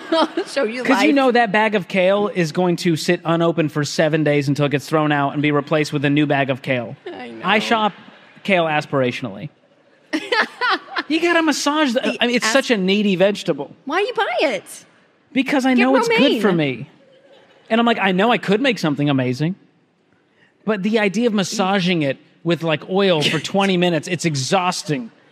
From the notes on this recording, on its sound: A LIVE audience.